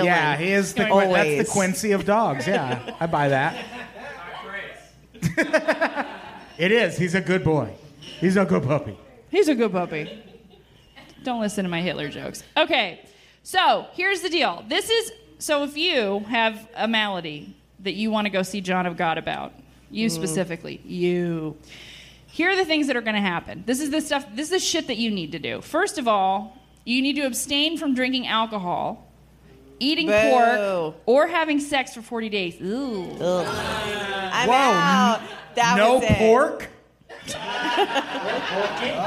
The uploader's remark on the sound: Live At The Hollywood Hotel.